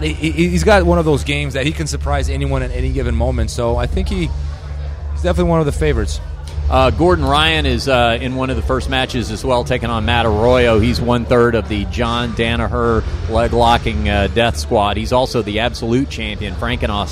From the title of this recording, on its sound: on location at EBI 8 in Los Angeles